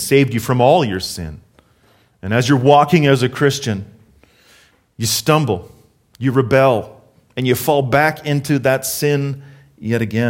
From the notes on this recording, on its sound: Harvest Calgary South Sermon Audio